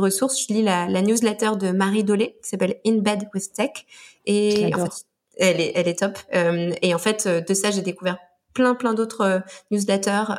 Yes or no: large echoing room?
no